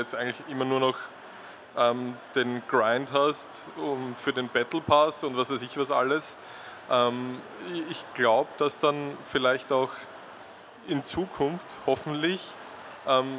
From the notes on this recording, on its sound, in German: Live von der VIECC. Live von der Vienna Comic Con.